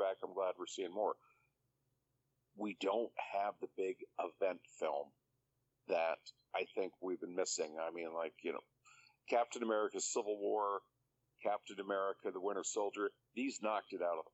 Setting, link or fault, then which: link, phone line